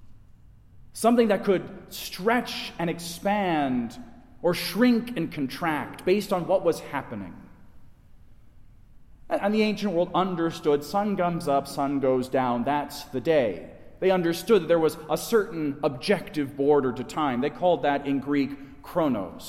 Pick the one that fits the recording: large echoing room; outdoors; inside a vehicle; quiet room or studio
large echoing room